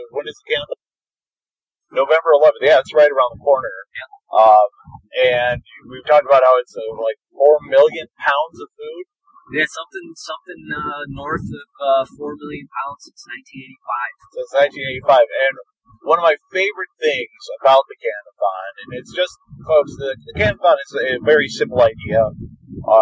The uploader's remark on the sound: I do apologize for the audio quality. This was recorded pre-Covid in an automobile.